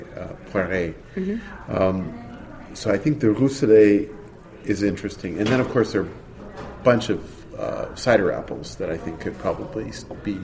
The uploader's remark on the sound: a special show at The Food & Enterprise Conference in Industry City in Brooklyn